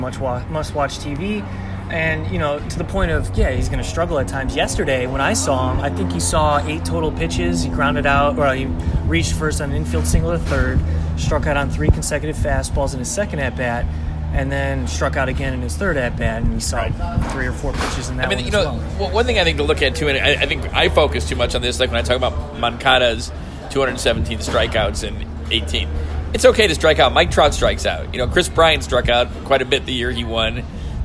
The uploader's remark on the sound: Live from spring training